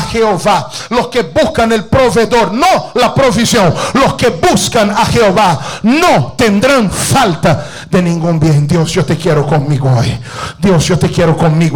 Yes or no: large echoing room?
yes